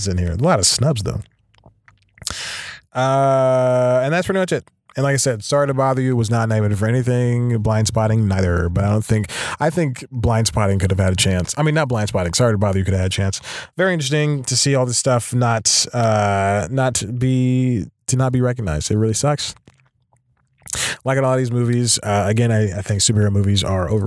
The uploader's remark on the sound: Not even rain or being forced to record in the car (again) can stop this bad boy of podcasting!